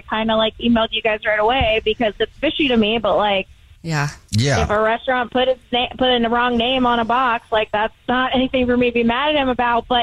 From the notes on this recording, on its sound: We have a woman on the phone